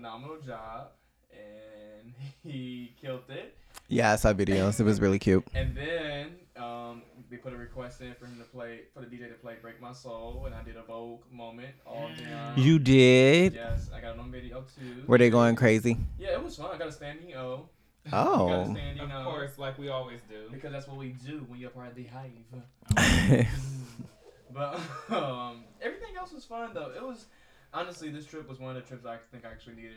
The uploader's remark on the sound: DISCLAIMER WE HAD STUDIO ISSUES. When you come to the fallout there is always technical difficulties.